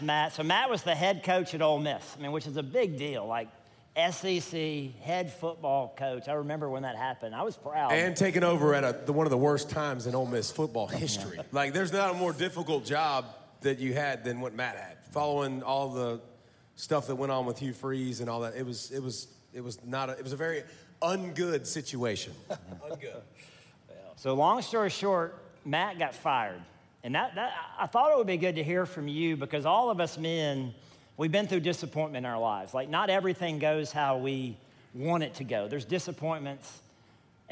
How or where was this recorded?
live audience